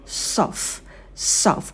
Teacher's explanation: Soft drink. Что здесь на звуке «с»? Сидим подольше, потом краткий «о».